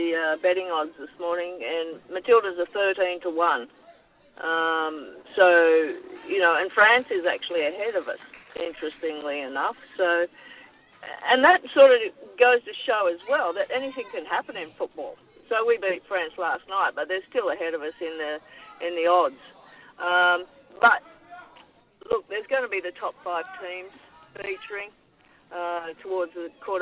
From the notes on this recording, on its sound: Live from Edsac the home of the Entrance Tigers.